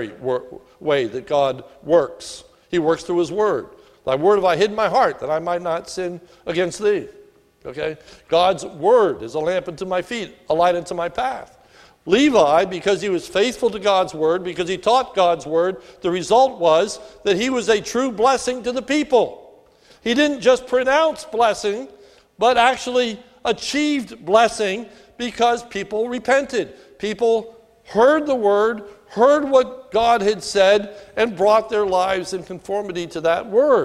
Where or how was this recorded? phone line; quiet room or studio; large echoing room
large echoing room